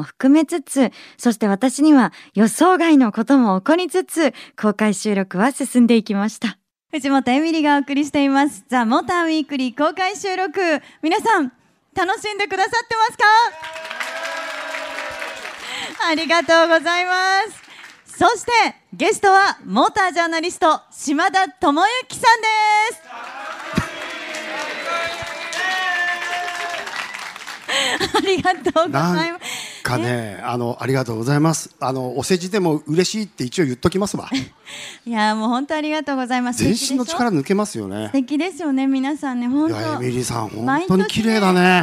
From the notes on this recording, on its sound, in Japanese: LEVOLANT CARS MEET YOKOHAMA 2019 での。公開収録の模様をたっぷりお届けします。ご来場いただいた方々、本当にありがとうございました!